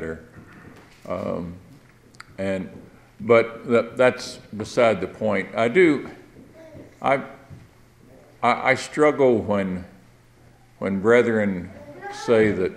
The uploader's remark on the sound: takes unexpected questions from the audience.